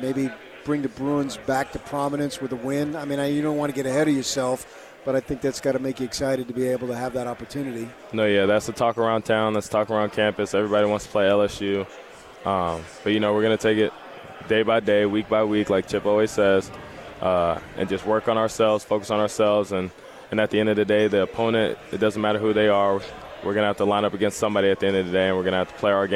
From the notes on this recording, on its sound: LIVE from Pac-12 Media Day in Los Angeles, CA